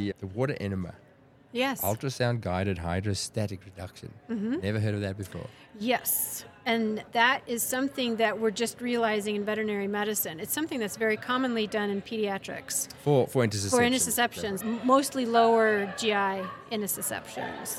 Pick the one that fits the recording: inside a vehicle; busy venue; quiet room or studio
busy venue